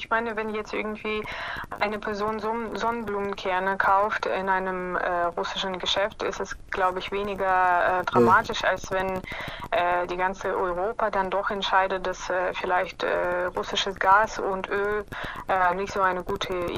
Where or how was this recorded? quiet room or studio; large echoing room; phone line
phone line